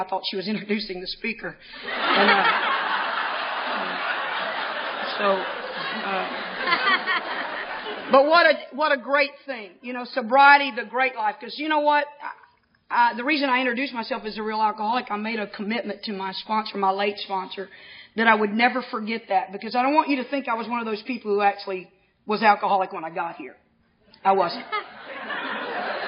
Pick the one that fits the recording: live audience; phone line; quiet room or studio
live audience